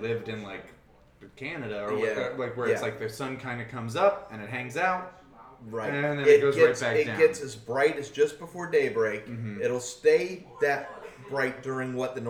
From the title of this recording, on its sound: Live from CondoCon